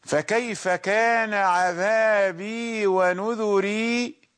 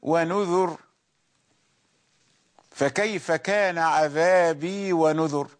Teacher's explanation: ونذوري الذين يثبتونها يقرؤونها هكذا: فكيف كان عذابي ونذوري. والذين يحذفونها يقفون ونذر